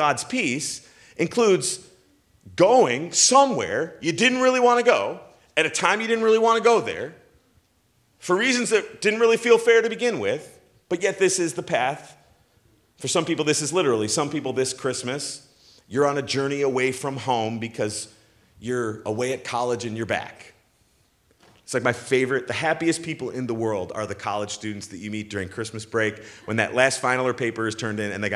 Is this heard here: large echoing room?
yes